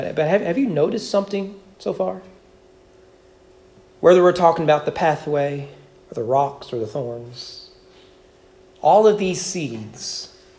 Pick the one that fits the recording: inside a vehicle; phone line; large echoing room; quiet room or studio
large echoing room